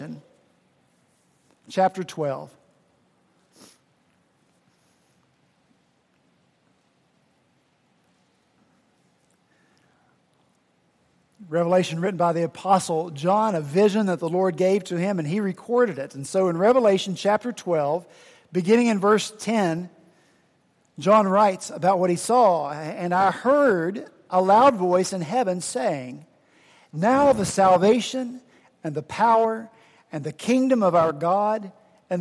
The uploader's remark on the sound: At Redeemer Presbyterian Church in Charleston, SC, we rejoiced to be back together this past Sunday, October 16 after Hurricane Matthew kept us from gathering the Sunday prior.